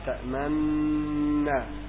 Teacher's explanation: الإضغام مع الإشمام، وذلك بضم الشفتين مقارنا للنطق، يعني معه بالنون الأولى الساكنة حال إضغامها، وذلك إشارة إلى أن الأصل في النون الضم، لأن تأمنا أصلها تأمانونا، فأضغمت النون في النون فصارت تأمنا بالإشمام.